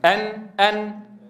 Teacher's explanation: إذن النون حرف مستفل، هل هو مجهور أم مهموس؟ إذن هو حرف مجهور تهتز فيه الأوتار الصوتية